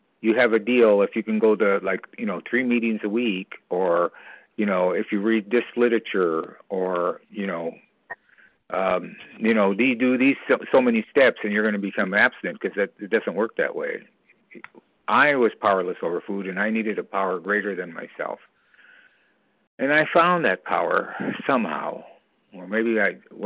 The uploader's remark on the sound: from the 100 Pounders Phone Meeting, 5/28/23